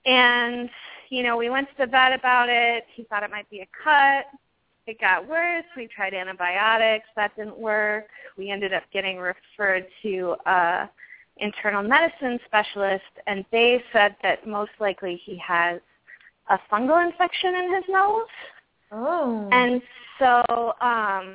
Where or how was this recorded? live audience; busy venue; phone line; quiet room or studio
phone line